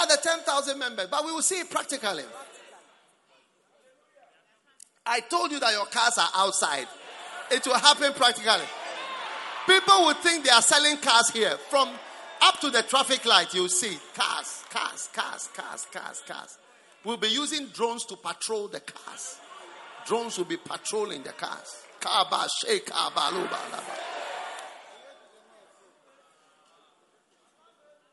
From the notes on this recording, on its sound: Preached at the Prophetic Encounter Service.